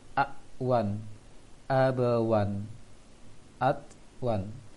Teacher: dibaca fathah kemudian ikuti suara nun sukun tanpa dipanjangkan · Term: bacaan tanwin